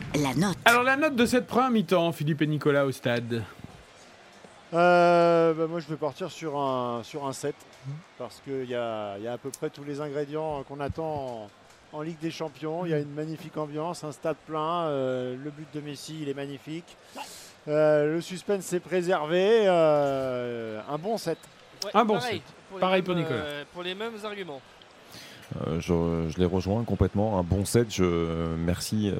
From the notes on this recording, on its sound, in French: En direct de l'Estadio da Luz.